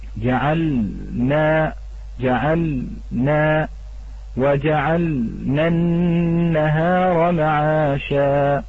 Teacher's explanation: السكت على اللام وقطع اللفظ عندها إرادة للبيان وفرارا من الإدغام